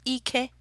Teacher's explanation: the I is a high tone, the E is a high tone, I believe, as well.